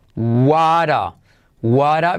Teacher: La T de what se convierte en R suave